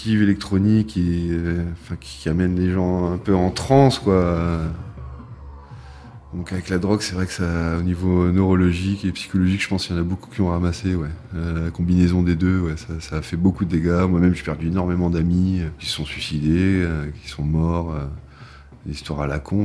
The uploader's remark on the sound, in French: On part en Guyane dans une “free party”. A réussi à enregistrer un reportage dans cette fête clandestine au cœur de la jungle amazonienne.